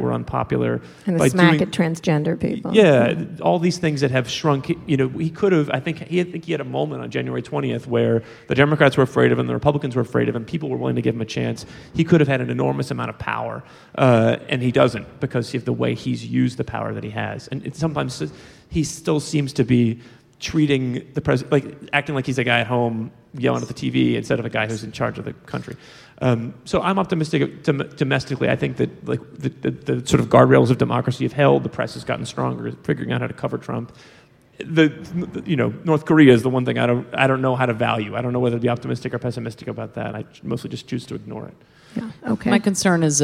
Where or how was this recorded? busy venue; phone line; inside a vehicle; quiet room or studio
busy venue